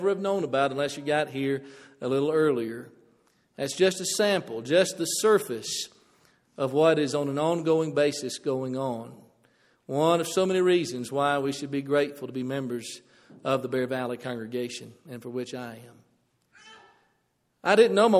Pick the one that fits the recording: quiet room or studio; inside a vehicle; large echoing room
large echoing room